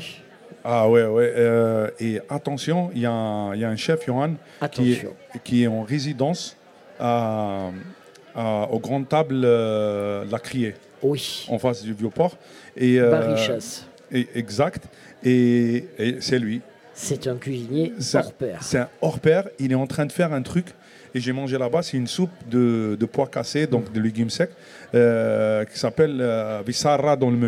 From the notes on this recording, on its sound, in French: Radio Grenouille au Festival Kouss Kouss 2023 - Les Grandes Tables. Le Grand Pastis délocalise son plateau et s'invite aux mythiques Grandes Tables. Sur fond de musique finement sélectionnée.